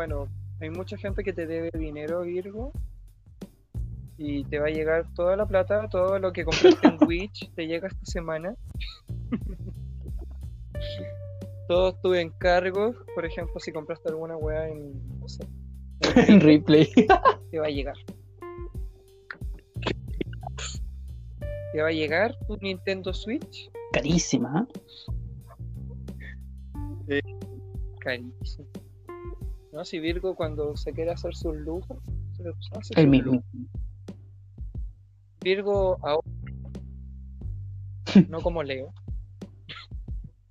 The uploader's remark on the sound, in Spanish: Perdón por la mala conexión.